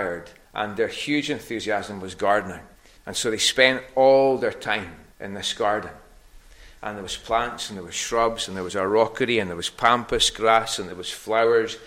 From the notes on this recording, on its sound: recorded at North Harris Free Church on the evening of Sunday, 22nd October 2023